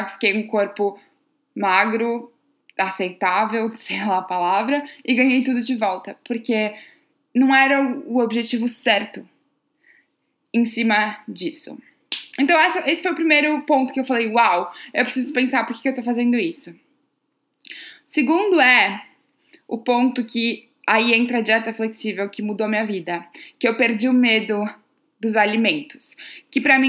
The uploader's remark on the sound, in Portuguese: Eu gravei uma LIVE que eu fiz no Instagram